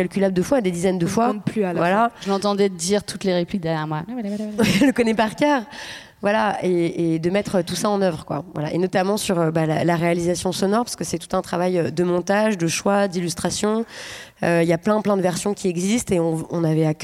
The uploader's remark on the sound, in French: Cet épisode bonus a été enregistré à l’occasion de l’écoute en avant-première de « C’est quoi l’amour, maîtresse ? Lors du Festival du Film Féministe des Lilas (93). Théâtre du Garde-Chasse (Les Lilas).